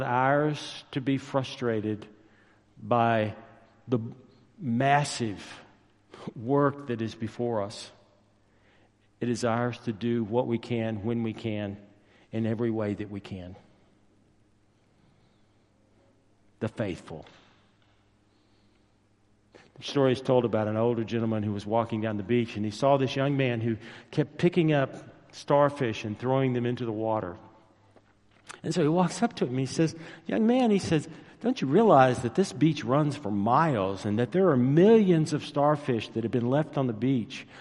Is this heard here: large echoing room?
yes